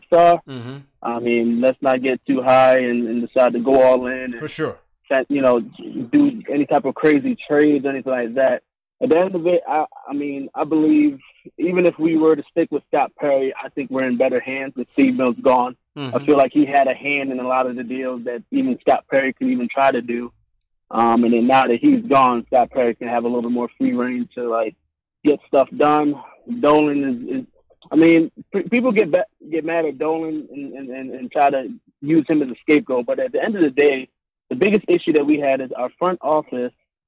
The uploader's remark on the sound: takes live phone call reactions from around the world